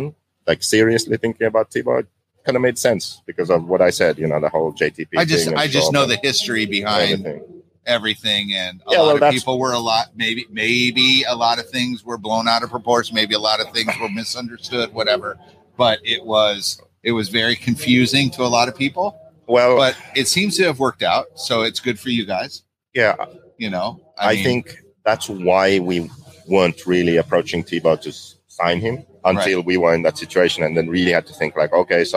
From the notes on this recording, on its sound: Live from The Dirt Nitro Challenge 2023. It is cold windy andrainy here at the DNC but we are going live to take your Questions and talk DNC !!!